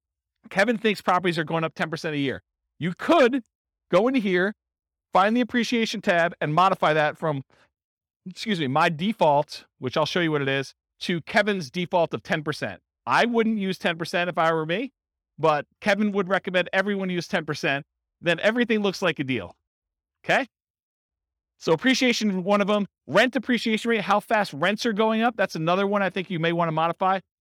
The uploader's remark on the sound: This was a live class recorded